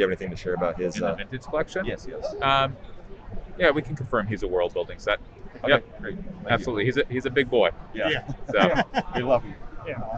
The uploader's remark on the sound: Celebration 2022 Hasbro Q&A. Is at Star Wars Celebration Anaheim 2022! To swing by the Hasbro booth on the show floor after the Hasbro Panel on Friday afternoon.